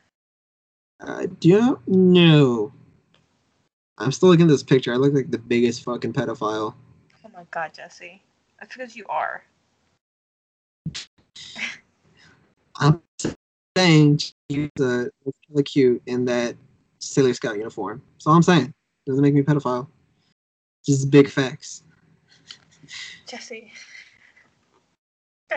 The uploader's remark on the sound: Sorry for the shitty audio!